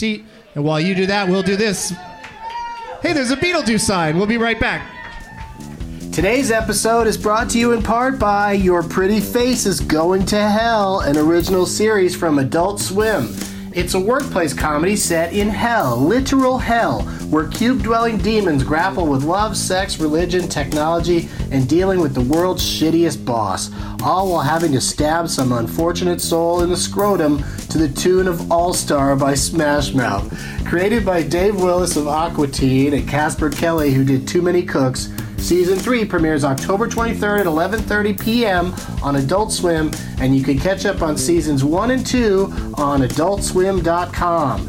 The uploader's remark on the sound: Live from the Comedy Zone in Charlotte, NC